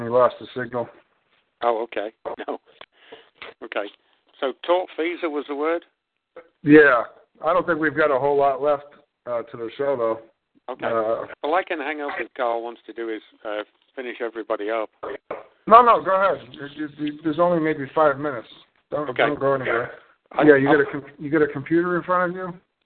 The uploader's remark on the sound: I will try to call in to trigger the Audio Stream at the beginning of the call